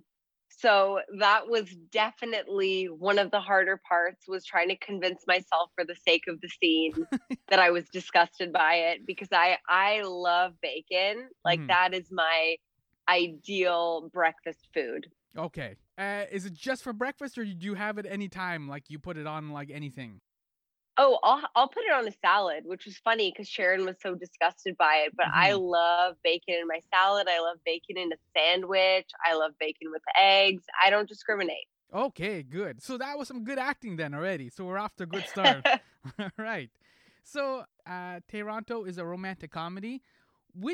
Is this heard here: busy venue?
no